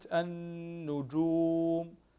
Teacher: النون مشددة تغن بمقدار حركتين